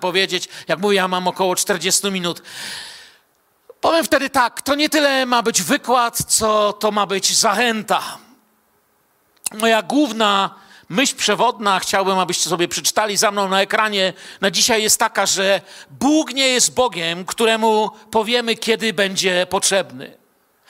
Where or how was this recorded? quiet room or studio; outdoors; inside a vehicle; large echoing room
large echoing room